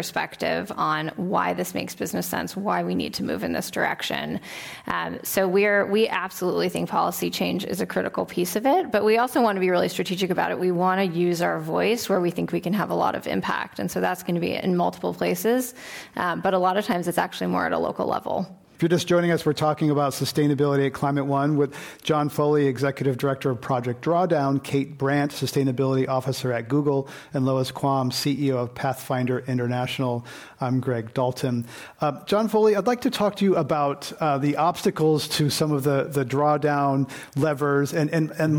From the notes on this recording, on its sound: This program was recorded in front of a live audience at The Commonwealth Club of California in San Francisco on July 11, 2019.